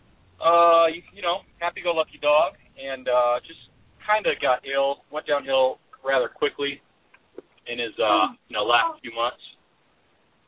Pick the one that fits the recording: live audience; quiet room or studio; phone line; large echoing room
phone line